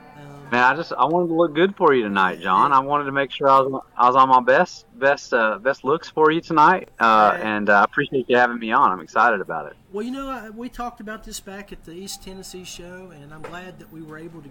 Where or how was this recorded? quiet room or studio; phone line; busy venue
busy venue